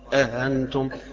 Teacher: بتسهيل الهمزة الثانية من غير حرف الألف بين الاثنين